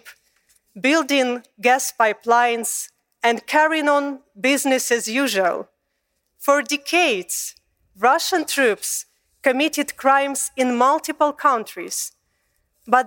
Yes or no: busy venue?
no